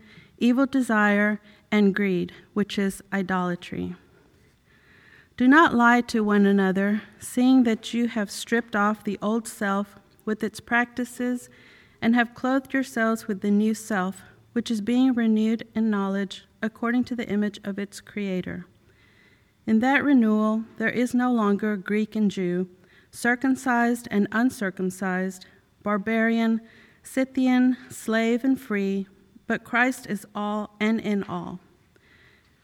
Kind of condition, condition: setting, large echoing room